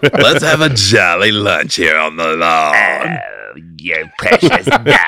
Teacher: it's like she's like 100% vocal fry because it's just like, let's have a jolly lunch here on the lawn.